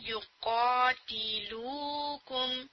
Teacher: یقاتلوکم لام کے ساتھ واؤ مدہ ادا کرنا ہے